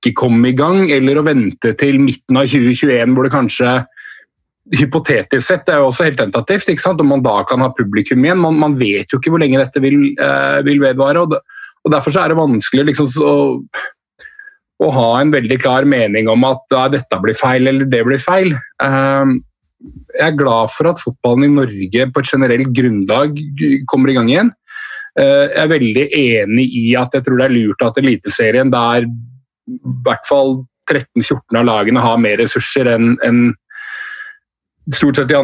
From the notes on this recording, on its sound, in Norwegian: Møtes (på Zoom) for første gang.